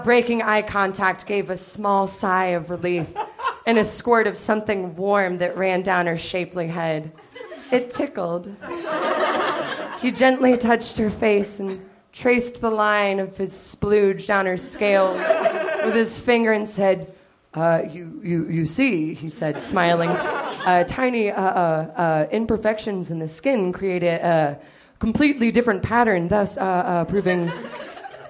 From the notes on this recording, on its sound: Recorded at the Nerdmelt Theater, November 20, 2012.